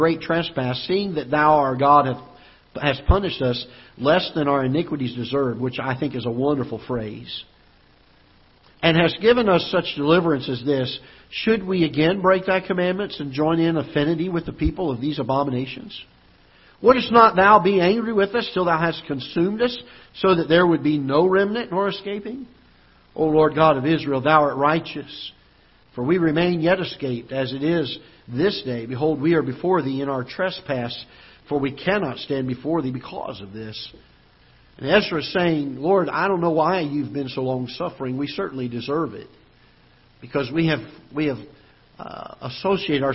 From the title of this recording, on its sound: Ketha Heights Baptist Church ~ Live Broadcast